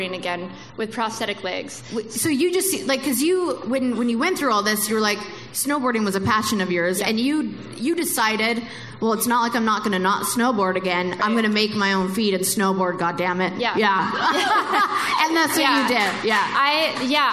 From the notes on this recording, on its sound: another live show